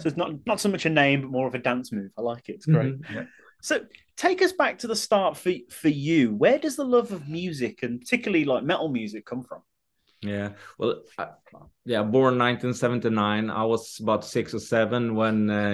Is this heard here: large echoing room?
no